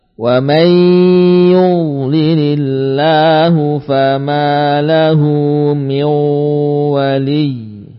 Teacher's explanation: terasa gunnah pada nun yang masuk ke ya